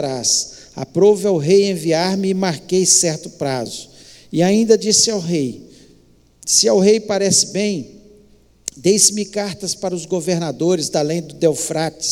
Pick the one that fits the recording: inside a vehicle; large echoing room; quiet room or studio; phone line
large echoing room